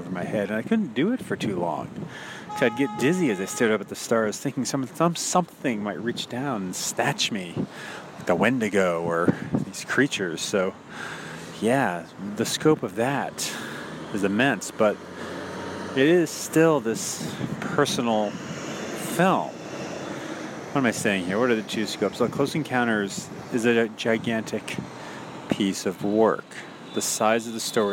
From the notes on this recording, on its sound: Recorded on the way to an AM showing. But, as you can hear here, just getting the cinema is an event in itself.